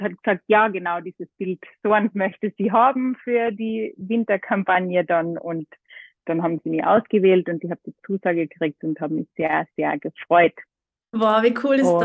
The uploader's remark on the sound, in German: plaudert mit mir ganz ungezwungen am Telefon